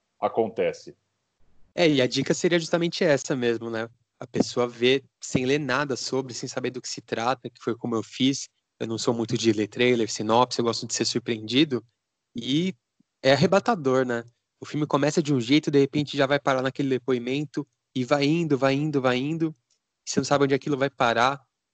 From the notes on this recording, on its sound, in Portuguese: em tempos de pandemia e gravações à distância